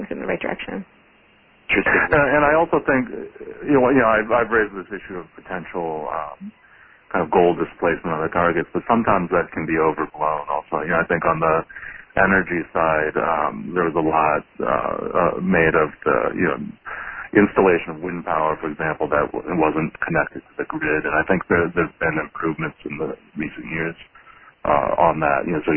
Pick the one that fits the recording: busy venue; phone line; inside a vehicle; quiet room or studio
phone line